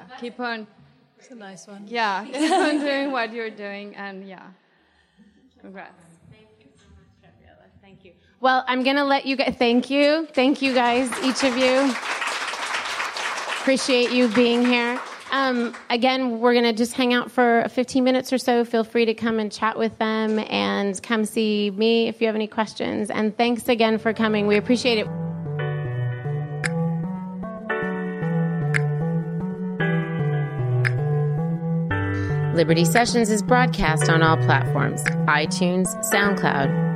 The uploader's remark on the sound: Our second live LIBERTY Sessions event from the Santa Monica WeWork offices.